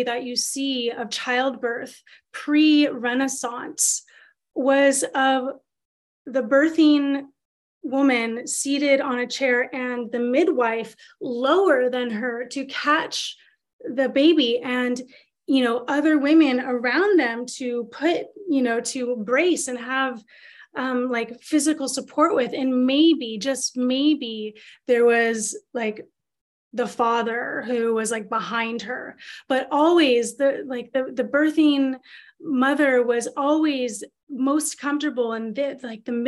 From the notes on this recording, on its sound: This is the audio of a webinar that was taught in Sept 2022.